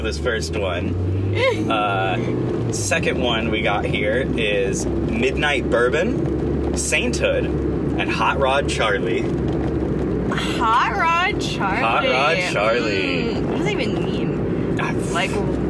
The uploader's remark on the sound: Oh goodness car audio. Took it upon themselves to see just how low quality the audio could get.